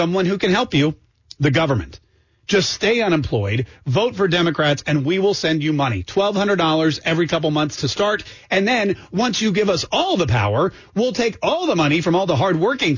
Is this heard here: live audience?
no